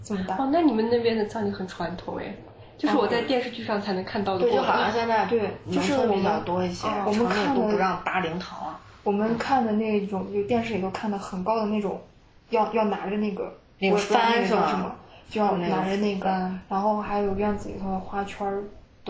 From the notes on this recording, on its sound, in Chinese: 因环境和设备问题，这期内容会有较明显的杂音